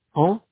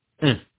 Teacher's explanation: marquez une distinction nette entre les deux voyelles nasales en et un.